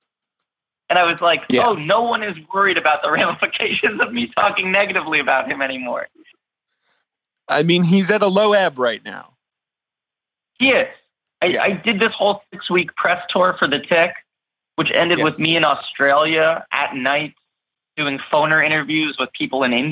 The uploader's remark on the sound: call in remotely